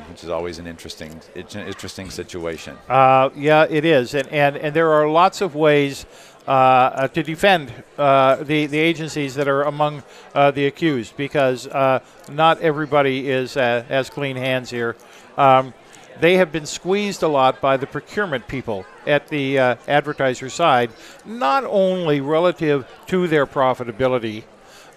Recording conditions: busy venue